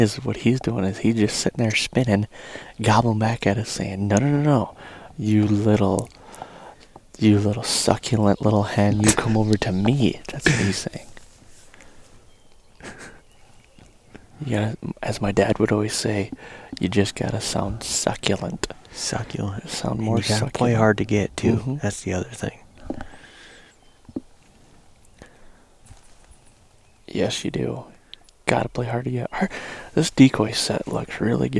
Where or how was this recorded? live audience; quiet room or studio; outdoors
outdoors